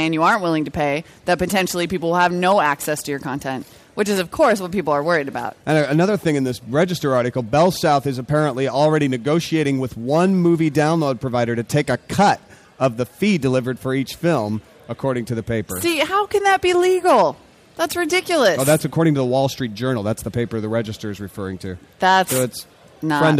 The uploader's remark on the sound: Special Saturday show from CES!